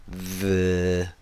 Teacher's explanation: made with the tongue tip placed between the upper and lower teeth, just like the Th sound, but with the voice added. The air flows over the tongue through the teeth.